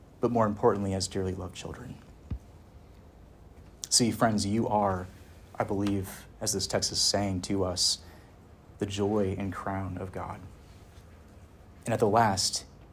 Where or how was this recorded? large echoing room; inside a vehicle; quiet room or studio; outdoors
large echoing room